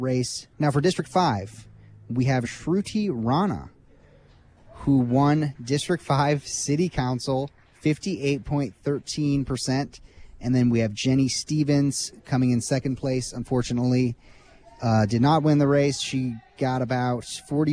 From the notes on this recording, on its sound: From inside the Cascades Inn, where the Monroe County Democratic Party hosted its Primary Election Day watch party. WFHB News gave live updates on the mayor’s race from inside the Cascades Inn, where the Monroe County Democratic Party hosted its Primary Election Day watch party. You will hear the WFHB Newsroom provide updates on the race throughout the night.